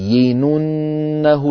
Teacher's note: مشددة غير شديدة غير شديدة يعني غير مقطوعة الصوت